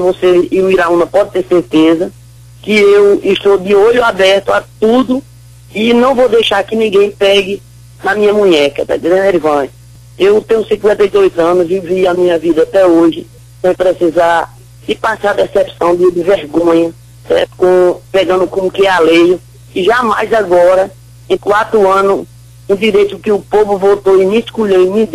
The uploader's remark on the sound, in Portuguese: Participa por telefone na Mais FM. Pela Rádio MAIS FM 100.1.